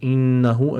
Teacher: Again, we have ghunna, noon al-mushaddada. And on the ha, we have a dhamma.